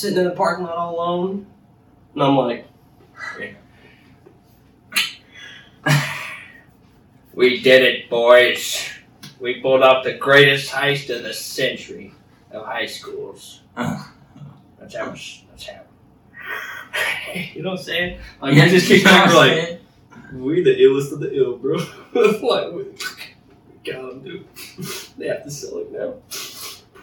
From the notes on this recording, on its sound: sorry about the audio working with iPhone audio